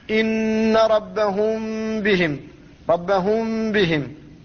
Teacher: فالميم ذهبت وبقيت صفتها وهي الغنة وخرجت من الخيشوم. هذا هو الإخفاء.